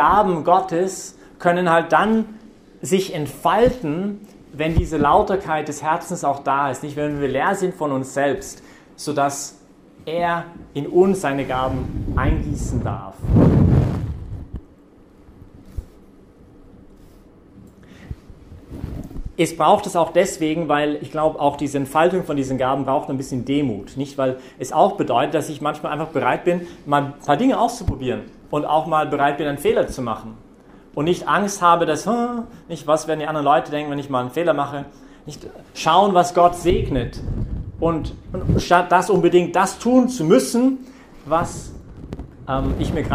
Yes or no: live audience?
yes